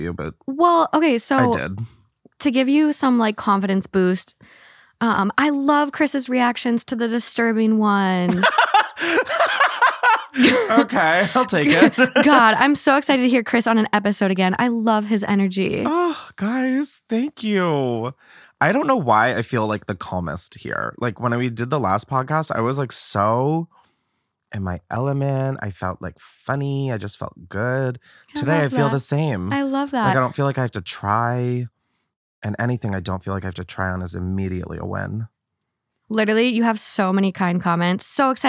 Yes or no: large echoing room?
no